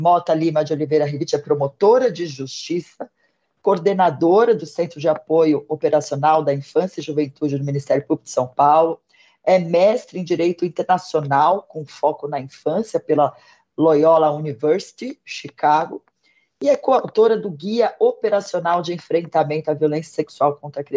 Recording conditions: video call